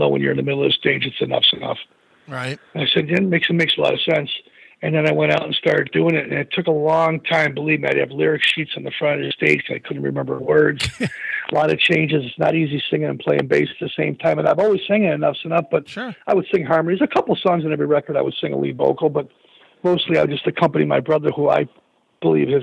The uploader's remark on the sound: called